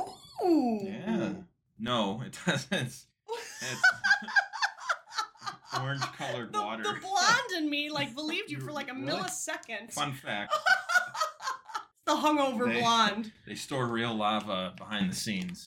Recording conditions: distortion